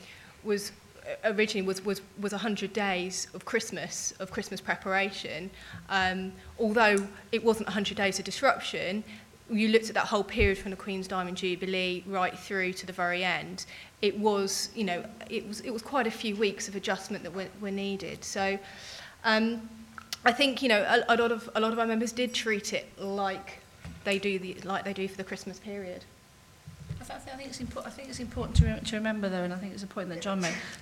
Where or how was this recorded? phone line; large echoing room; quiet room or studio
large echoing room